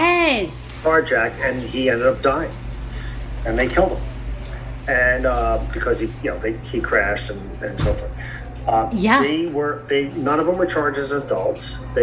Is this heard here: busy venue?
yes